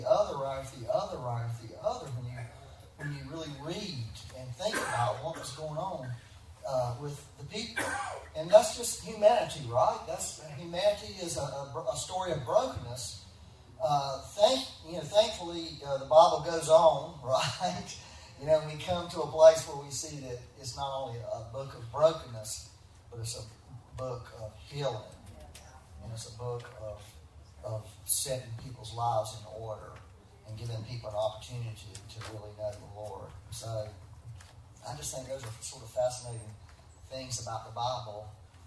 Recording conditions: poor sound quality